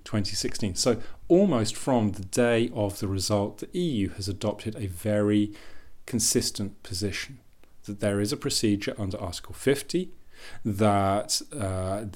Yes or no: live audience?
no